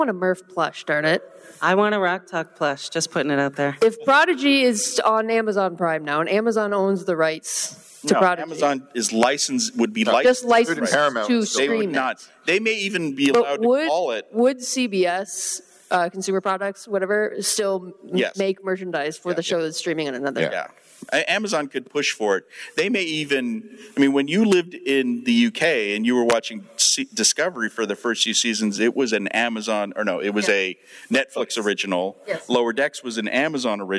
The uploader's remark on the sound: This is a special live joint podcast from the 57-Year Mission convention. At Star Trek Las Vegas the two TrekMovie podcasting teams got together for a “State of Star Trek” panel.